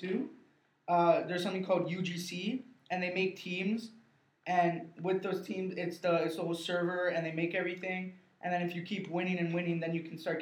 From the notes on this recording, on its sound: This podcast was recorded in a room in a not optimal recording environment.